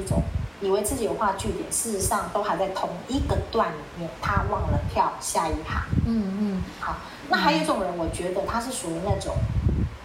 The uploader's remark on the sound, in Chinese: 後製時，發現有些雜音，聽起來沒那麼愉悅，還請聽眾們稍忍一忍